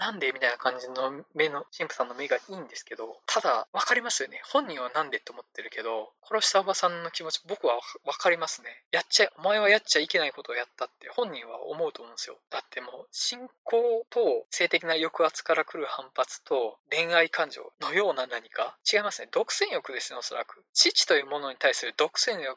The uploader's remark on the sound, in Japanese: 音質が悪すぎたため、可能な限りで音質改善しました。(でも全然音悪いです。)